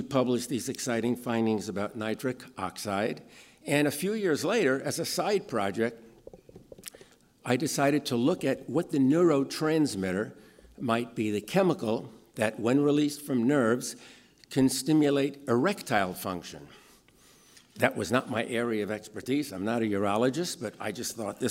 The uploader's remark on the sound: In this podcast, recorded at the 2014 International Achievement Summit in San Francisco.